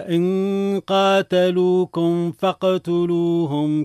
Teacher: الحكم الأول وهو النون يليها حرف مخفي. النون ساكنة من لفظ فإن عند قاف قاتلوكم، حكمها الإخفاء بغنة